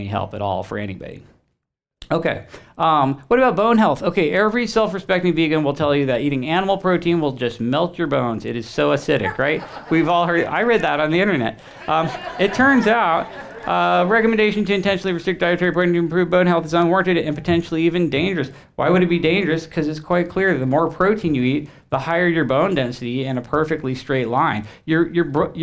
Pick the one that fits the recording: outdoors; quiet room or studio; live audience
live audience